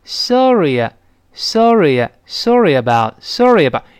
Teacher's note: 如果 eh 跟别的元音连读呢，往往轻轻的有一个耶，耶，耶。就是像那个，呃，字母 J 一样的一个半元音